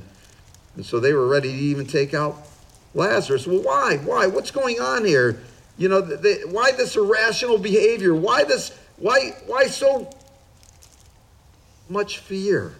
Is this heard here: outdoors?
yes